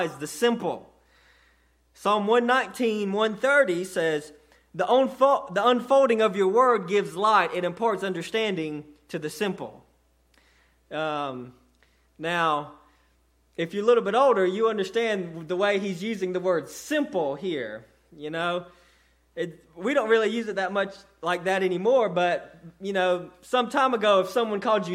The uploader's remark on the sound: sermon delivered to Cottondale Baptist Church